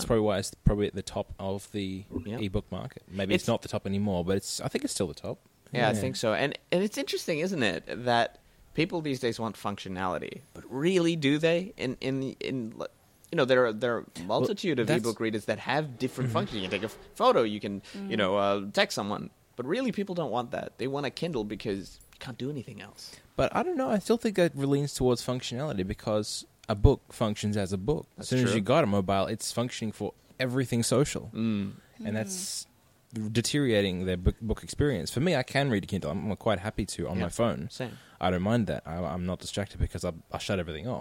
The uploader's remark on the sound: Recorded live at the Brunswick Street Bookstore.